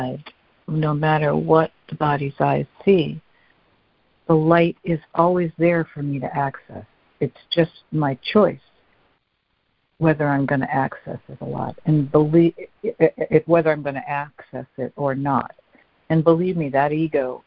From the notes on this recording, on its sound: ACIM Daily Conference Call.